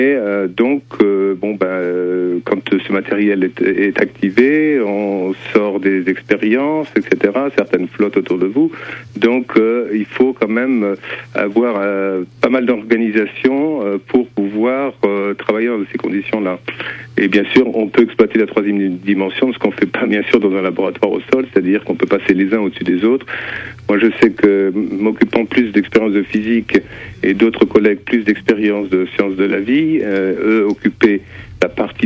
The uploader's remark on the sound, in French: (par téléphone)